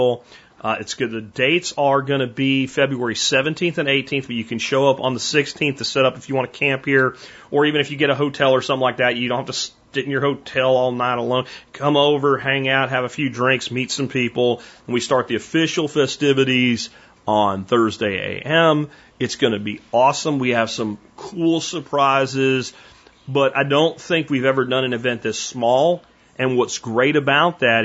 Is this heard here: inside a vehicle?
no